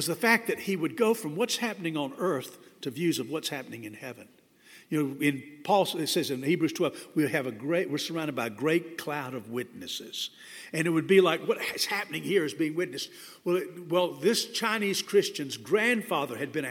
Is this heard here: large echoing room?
yes